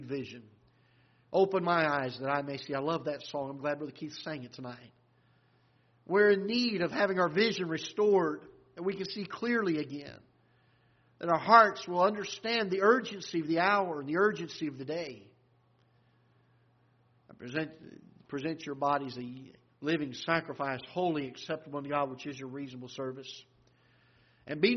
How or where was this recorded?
large echoing room